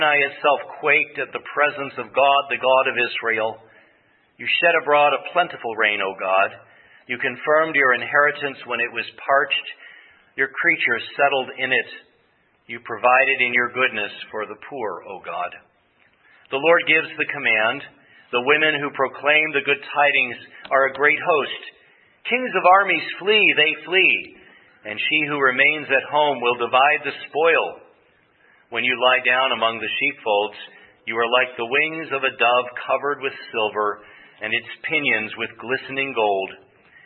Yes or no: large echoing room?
yes